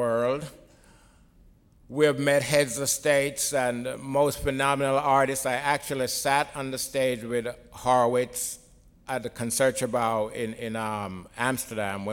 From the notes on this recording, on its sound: Recorded at the Academy of Achievement's 2001 Summit in San Antonio, Texas. He tells the Academy's student delegates.